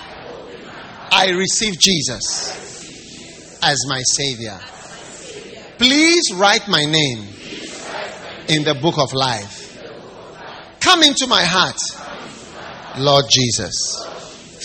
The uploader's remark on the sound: Preached at the First Love Church, Easter Service at the Qodesh.